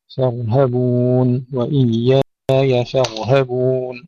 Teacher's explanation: ترقيق الفاء وتفخيم الراء ثم ترقيق الهاء